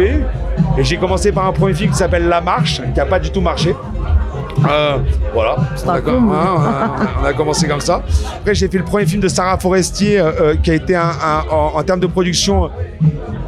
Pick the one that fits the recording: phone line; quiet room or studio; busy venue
busy venue